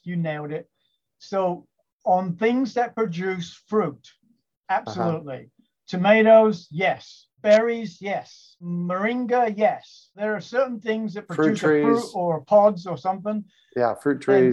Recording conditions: video call